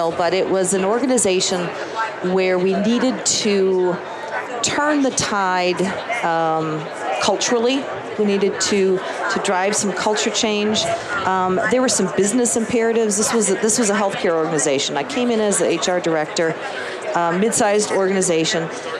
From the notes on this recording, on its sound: LIVE from Las Vegas, at #HRTechConf